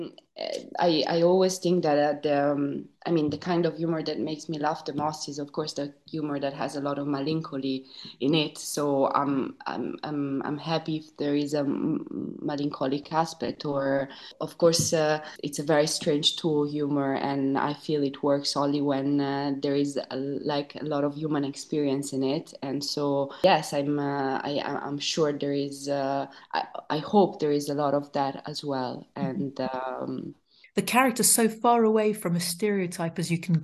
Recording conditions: video call